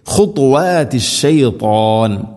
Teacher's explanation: ത ഉച്ചരിക്കുന്ന സമയത്ത് നാവിൻ്റെ മധ്യഭാഗം അണ്ണാക്കിലേക്ക് ചേർന്ന് നിൽക്കണം, അപ്പോഴാണ് അതിൻ്റെ കൃത്യമായ ശബ്ദം വരികയുള്ളൂ